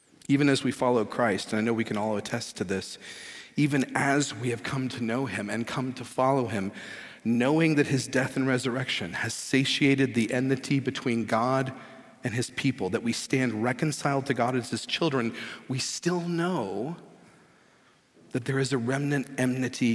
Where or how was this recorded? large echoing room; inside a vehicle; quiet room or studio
large echoing room